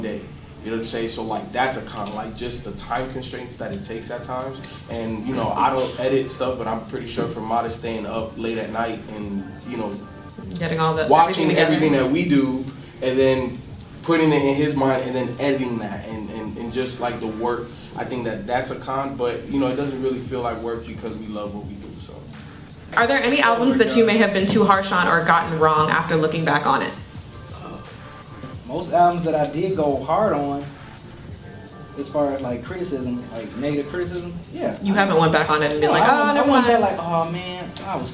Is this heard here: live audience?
yes